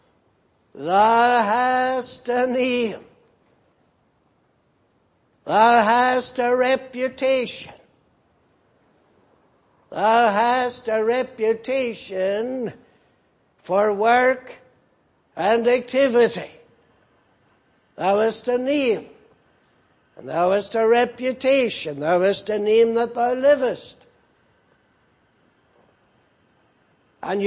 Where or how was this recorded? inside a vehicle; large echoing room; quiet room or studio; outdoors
large echoing room